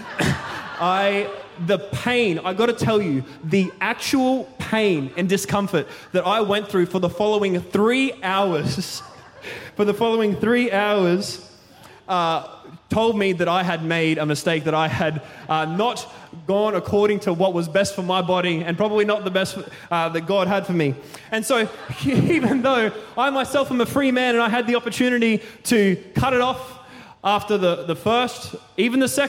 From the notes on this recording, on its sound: Recorded during our 5pm service on Sunday, the 29nd of October 2023.